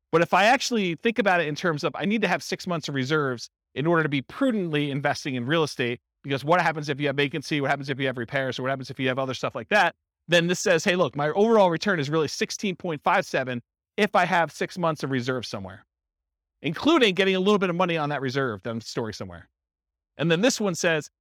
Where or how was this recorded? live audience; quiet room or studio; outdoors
live audience